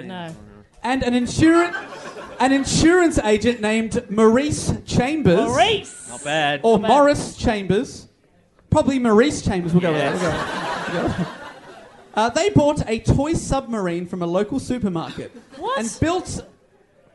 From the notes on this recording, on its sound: Our final episode recorded live at the Melbourne Comedy Festival.